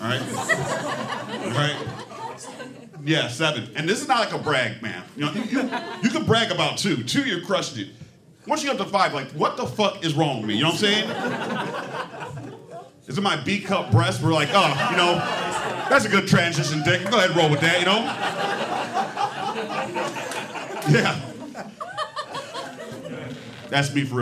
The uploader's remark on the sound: recorded at our live show